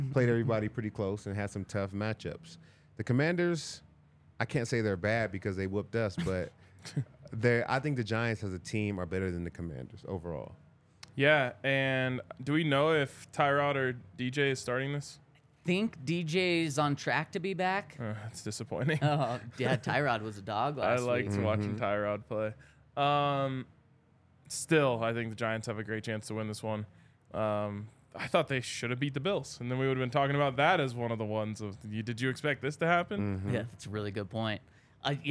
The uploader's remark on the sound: Coming to you LIVE from the DNVR Bar.